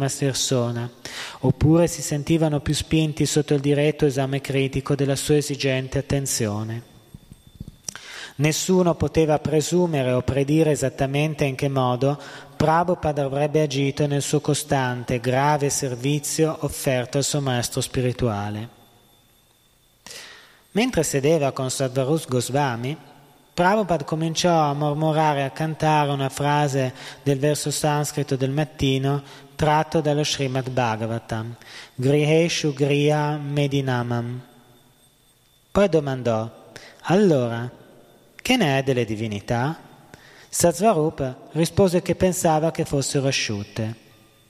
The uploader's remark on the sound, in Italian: In diretta dal Tempio di Villa Vrindavana.